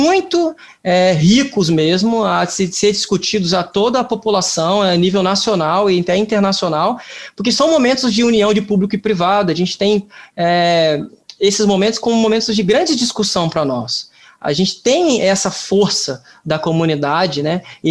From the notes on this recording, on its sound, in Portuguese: O ESOuVe desta semana foi gravado a partir de um seminário online, realizado pela Justiça Eleitoral.